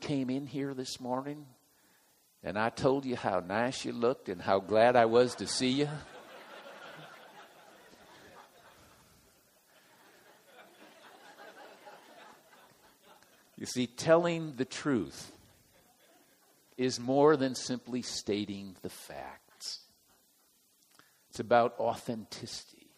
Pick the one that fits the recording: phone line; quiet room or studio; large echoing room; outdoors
large echoing room